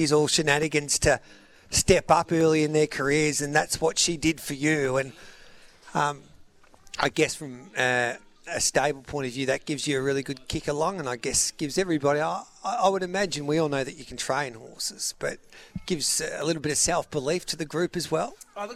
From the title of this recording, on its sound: live from Flemington